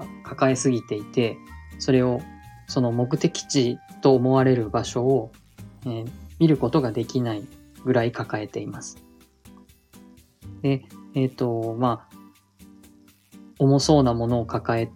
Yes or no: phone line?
no